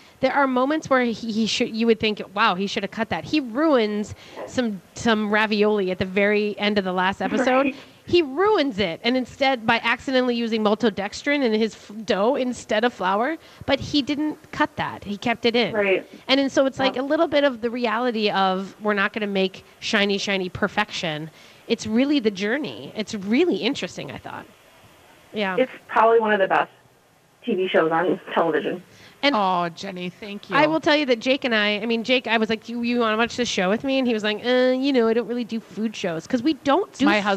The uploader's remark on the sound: Live at Women's Expo